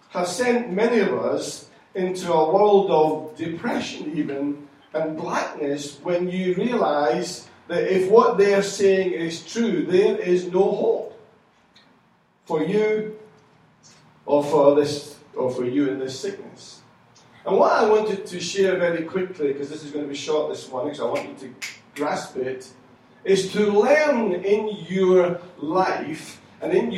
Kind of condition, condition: setting, large echoing room